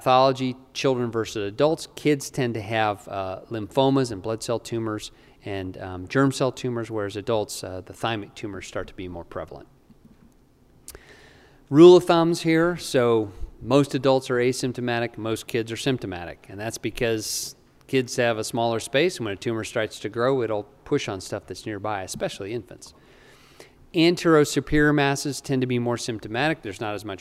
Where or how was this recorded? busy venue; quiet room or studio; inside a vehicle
busy venue